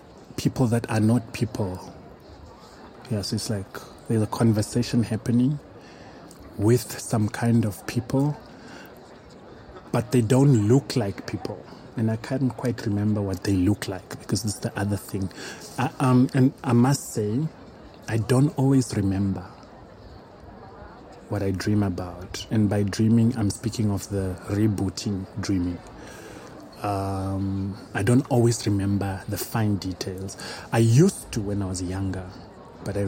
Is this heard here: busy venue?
yes